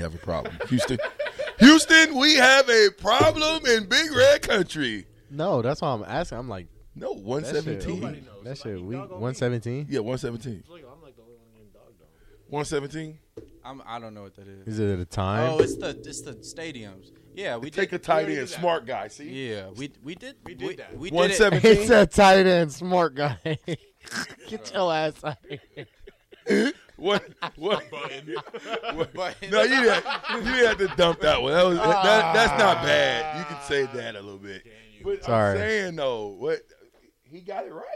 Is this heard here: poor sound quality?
no